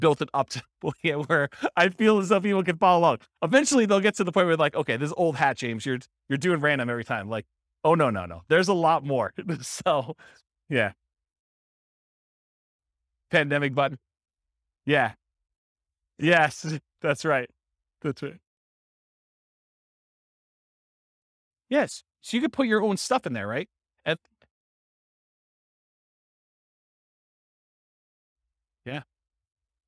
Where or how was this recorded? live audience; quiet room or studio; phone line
live audience